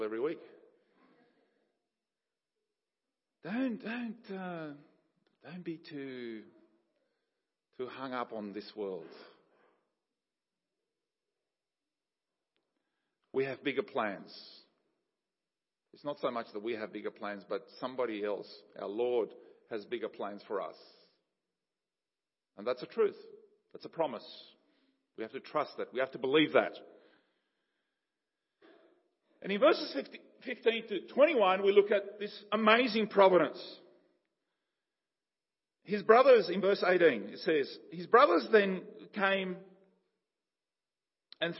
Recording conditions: large echoing room